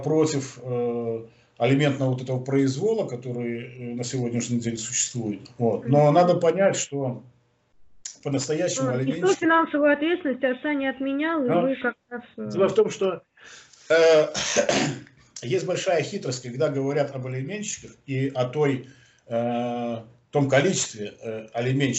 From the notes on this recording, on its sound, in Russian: Первая запись нашего телемоста Москвы и Минска